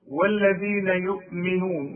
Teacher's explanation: والذال طلع لسانك فيها